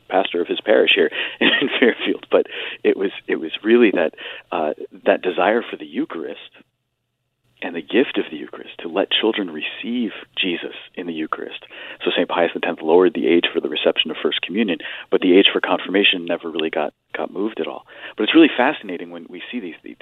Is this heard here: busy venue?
no